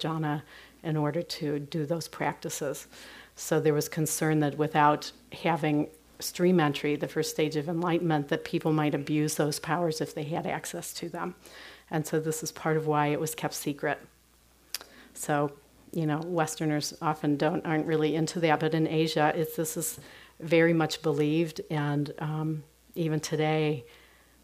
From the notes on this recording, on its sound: (Spirit Rock Meditation Center). This is a recording of the entire daylong taught at Spirit Rock Medication Center.